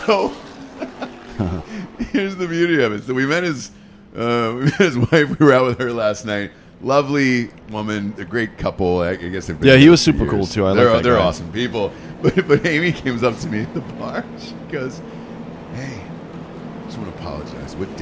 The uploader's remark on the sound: Live From The Daytona 500